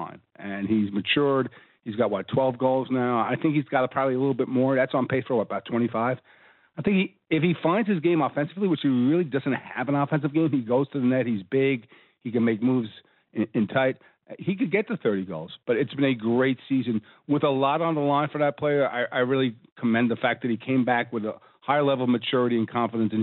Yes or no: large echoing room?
no